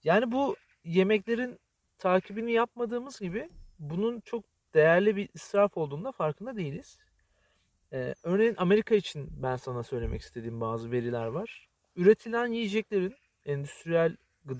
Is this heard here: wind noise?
yes